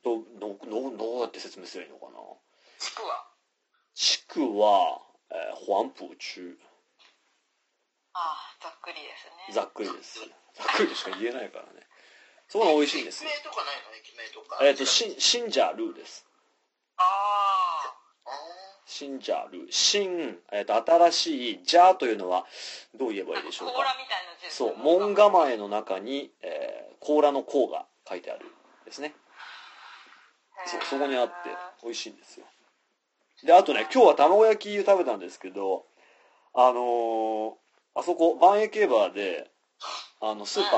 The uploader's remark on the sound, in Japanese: 中国大陸で生活する3人の日本人がお送りするPodcastです。We chatという通話ソフトでの収録のため、褒められた音質ではありませんがご了承ください。